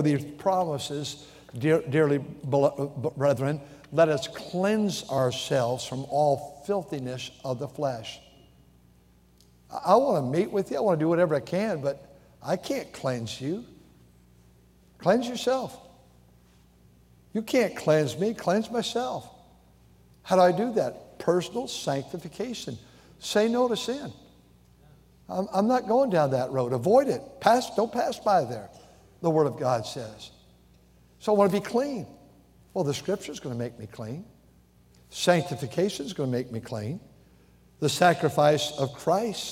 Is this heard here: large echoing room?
yes